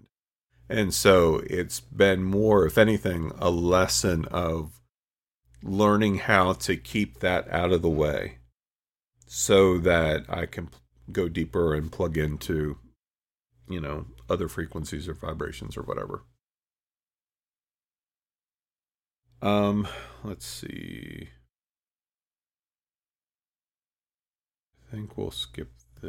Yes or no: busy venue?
no